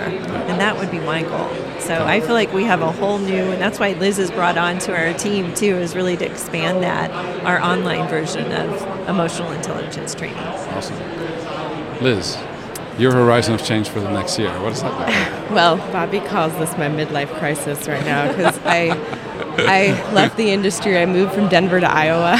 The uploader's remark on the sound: Live from #IMEXAmerica